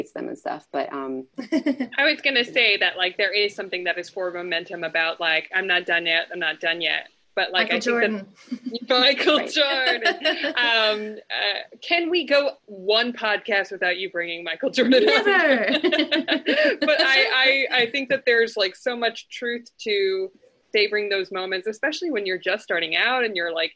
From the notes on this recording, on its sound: This episode was recorded remotely during quarantine. You might notice differing audio quality from previous episodes (this one sounds like a zoom call … because it is!).